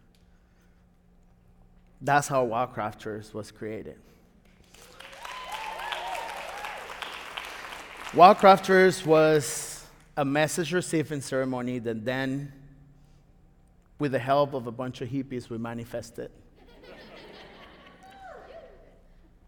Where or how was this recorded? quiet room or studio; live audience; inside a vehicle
live audience